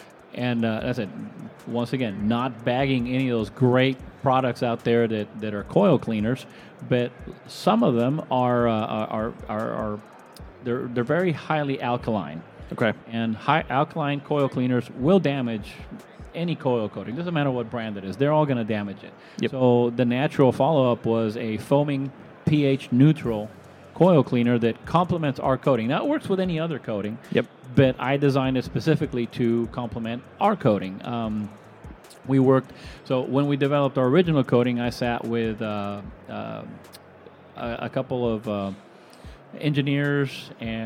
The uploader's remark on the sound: Live in front of a packed audience at the 2024 AHR Expo in Chicago.